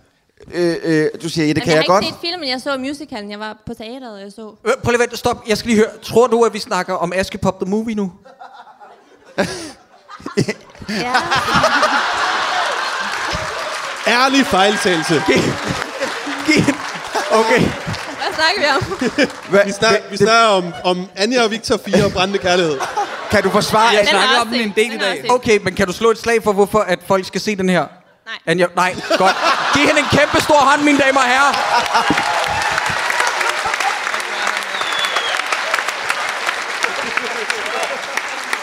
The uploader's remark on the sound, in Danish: en publikummer kommer tilmed op på scenen og forklarer alt muligt